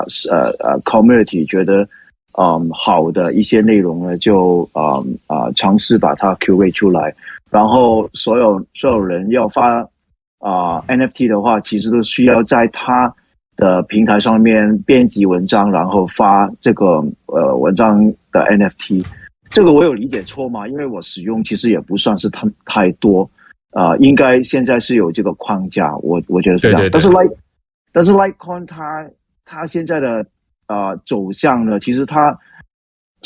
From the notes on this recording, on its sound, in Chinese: LikeCoin Discord 社群 AMA（Ask Me Anything）的錄音。後面 20 分鐘則是回答主持人和社群參與者的提問。